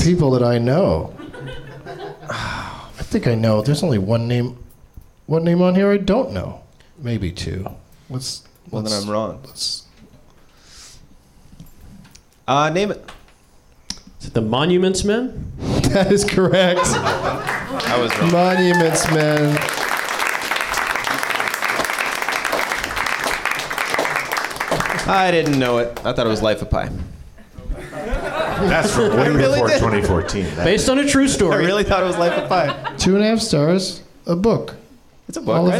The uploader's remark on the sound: Live from the NerdMelt Showroom in LA.